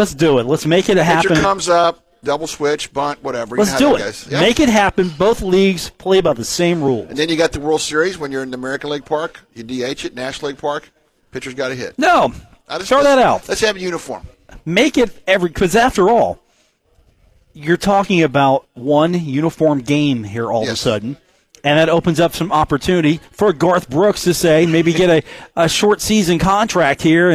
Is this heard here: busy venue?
yes